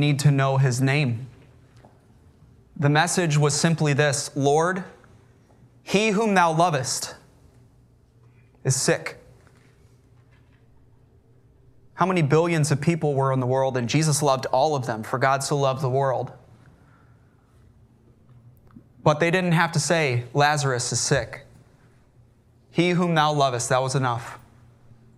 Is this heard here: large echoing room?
yes